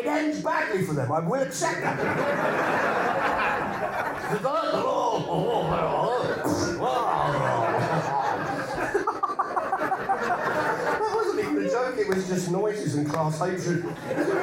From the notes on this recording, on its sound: It was recorded on tour at the Darwen Library Theatre, and at King's Place as part of the London Podcast Festival.